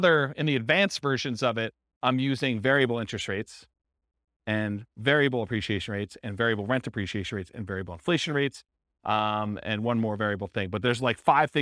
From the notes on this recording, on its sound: This was a live class recorded